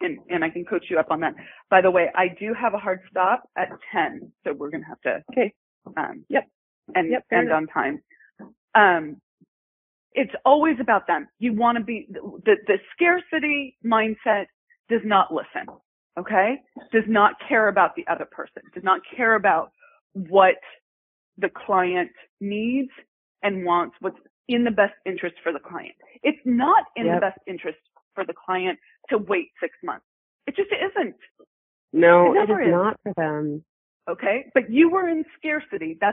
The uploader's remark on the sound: In our Coaching Uncut Series, we take you behind the scenes and show you the coaching I do with my clients. All of these coaching calls have been recorded with permission, and the sound quality may vary.